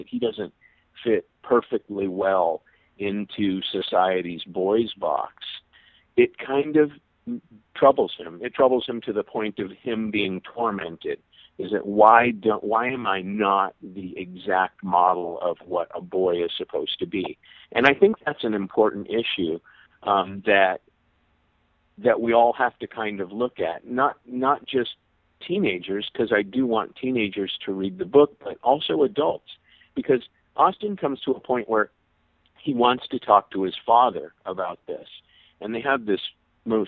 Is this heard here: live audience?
no